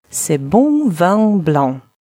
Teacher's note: Носовые. Гласные произносим в нос, а согласные «н», «м» не произносим.